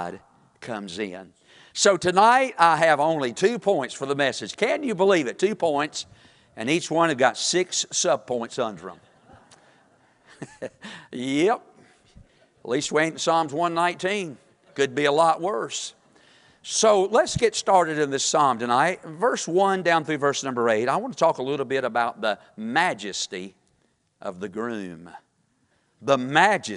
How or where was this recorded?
large echoing room